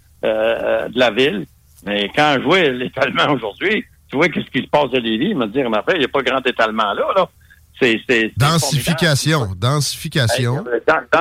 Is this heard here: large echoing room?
no